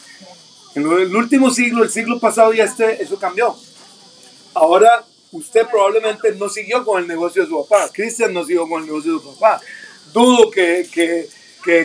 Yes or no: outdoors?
yes